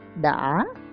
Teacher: Từ đã nghe như là từ đạ và á đọc nhanh kết hợp